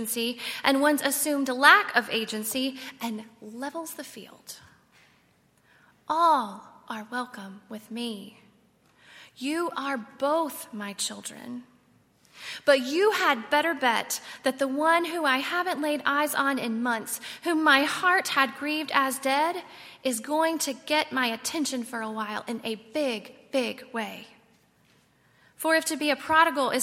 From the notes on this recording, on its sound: At Highland Baptist Church.